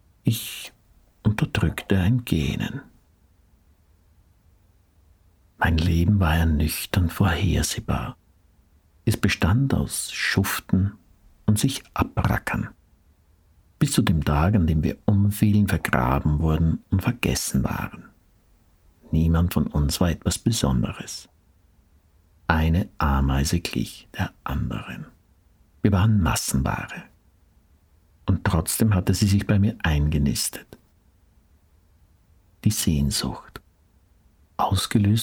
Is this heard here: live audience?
no